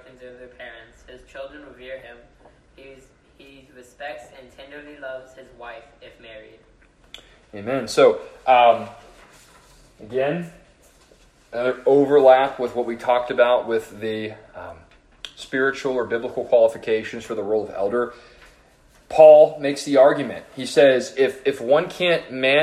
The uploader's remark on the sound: This sermon was preached to the youth and adult leaders at First Baptist Church-Edna.